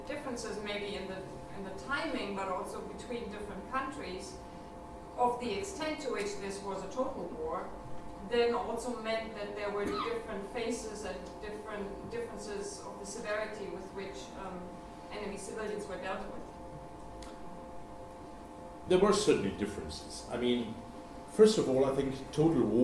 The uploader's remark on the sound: The lecture was given on 28 November 2017 at the German Historical Institute London.